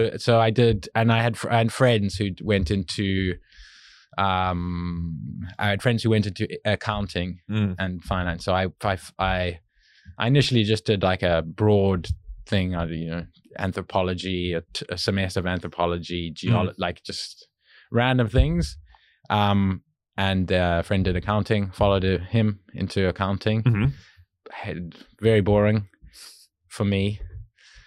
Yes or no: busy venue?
no